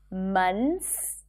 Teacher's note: people tend to drop the TH here and just say months.